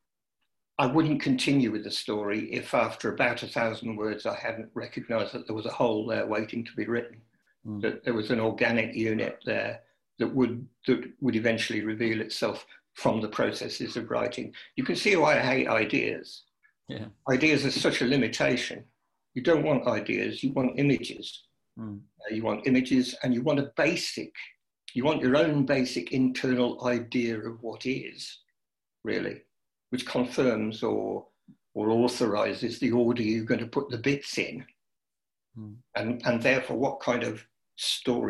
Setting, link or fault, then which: link, video call